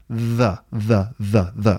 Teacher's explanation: you start with the tip of the tongue touching the underside of the top teeth. And you go the, and then you move the tongue away. · Term: the sound